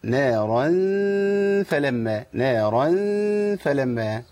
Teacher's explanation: إخفاء التنوين فيه عند الفاء